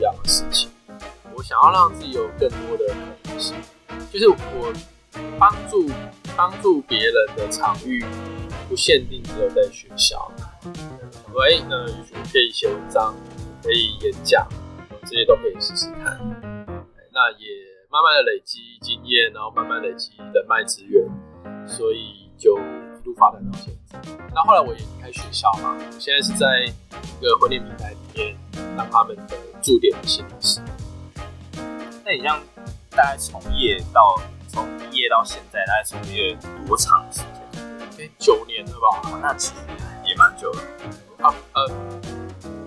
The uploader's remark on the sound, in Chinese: 本集音檔為 2019 年錄製，錄製時收錄較多環境雜音，已降噪處理加上背景音樂